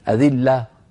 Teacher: فانتبه إلى بيان الهاء وقفا